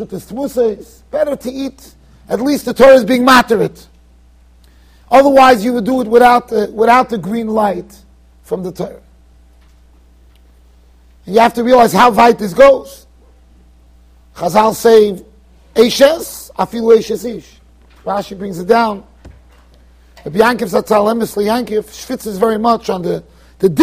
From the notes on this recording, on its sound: Shiur recorded in Yeshivas Ohr Reuven, Monsey NY.